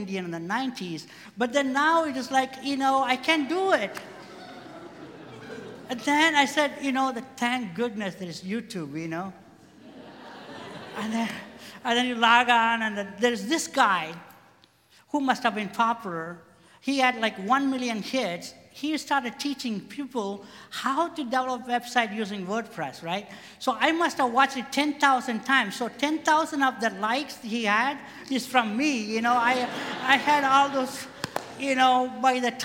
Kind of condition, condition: setting, live audience